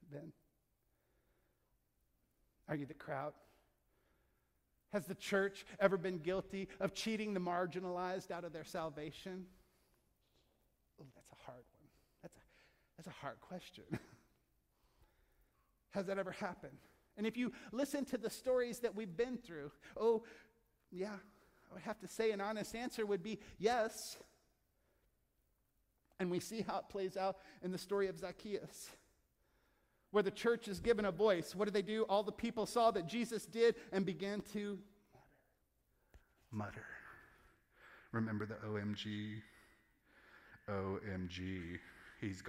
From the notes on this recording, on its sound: From our Crosswalk contemporary service in Asbury Hall. From our Crosswalk contemporary service in Asbury Hall.